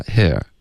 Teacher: 在英国呢，他们可能就会舌根稍微低一点发 here